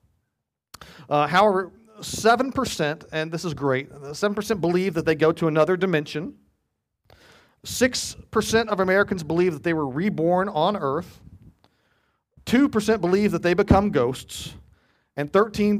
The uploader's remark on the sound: Sunday Worship Service - Live stream